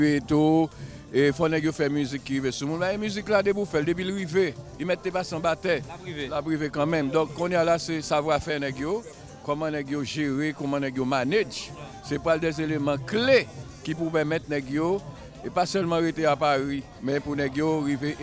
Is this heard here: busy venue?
yes